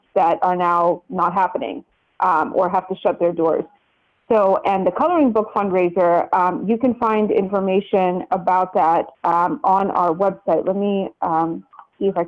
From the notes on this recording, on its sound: joins us over the phone